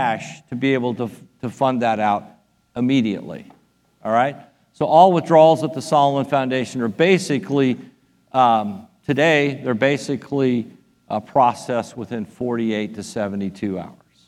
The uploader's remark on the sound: Delivered a powerful talk about The Solomon Foundation at our REFRESH conference in Nassau, Bahamas.